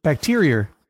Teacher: That's a very New England thing to add an R, just the hint. The lightest soupçon of an R sound at the end of, say, bacteria or tuna